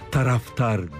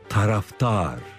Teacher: Kökü olan taraf Arapça. Dar eki ise Farsça ve uzun okunuyor. · Shown in: second take